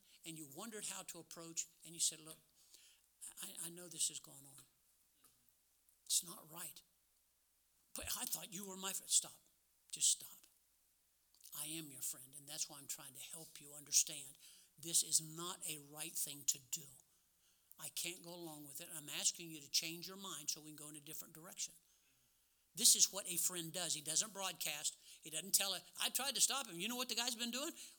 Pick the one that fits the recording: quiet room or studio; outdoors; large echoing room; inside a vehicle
large echoing room